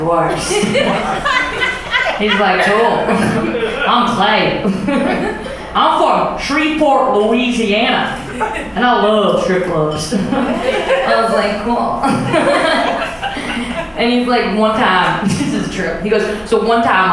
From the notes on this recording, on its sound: LIVE at West Side Comedy Club. This LIVE show was recorded using microphones in the room in order to capture the feel of being in the room, and though it's totally listenable and captures the moment, it does not represent the same sound-quality of a typical episode.